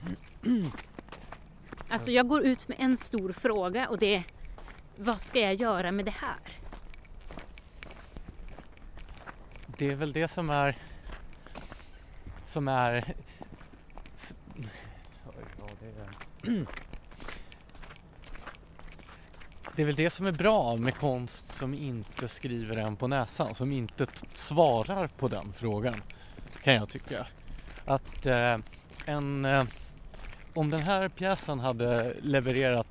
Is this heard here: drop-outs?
no